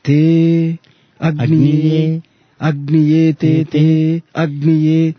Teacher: But the standard way of chanting, you can find a pause invariably given, a very short pause, to indicate that you are not supposed to club them, a sandhi is not being formed. Although according to modern classical Sanskrit, sandhi is possible because dirgha swara followed by another swara. · Term: slight pause